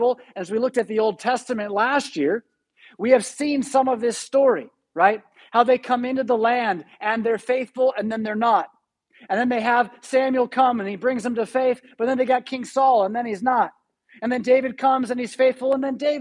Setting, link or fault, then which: setting, large echoing room